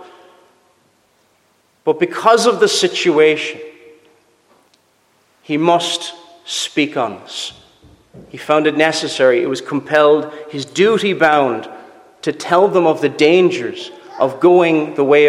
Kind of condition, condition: setting, large echoing room